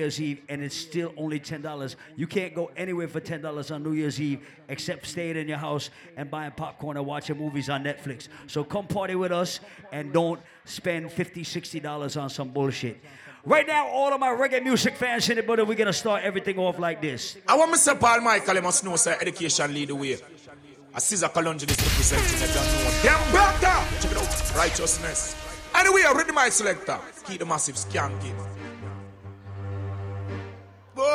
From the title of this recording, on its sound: LIVE AT ISLAND SATURDAYS ON 11.30.19